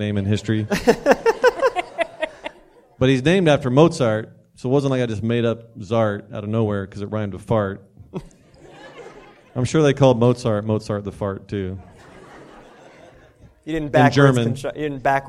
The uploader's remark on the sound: Our first ever live episode! In front of a large crowd of his adoring fans at the main branch of the Cuyahoga County Public Library (CCPL).